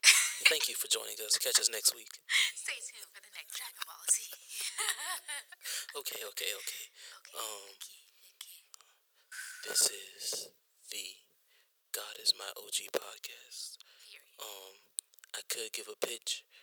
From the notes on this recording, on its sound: Listen, I was trying something and it ended up causing the audio to sound like it was recorded on 2 cans on a string, womp womp.